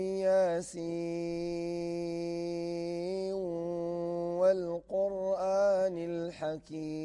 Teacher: هكذا إذا وصل ورش يعني أول ياسين مع يعني مع واو القرآن فله الإدغام الناقص، إدغام الناقص مع الغنة مع المد الطويل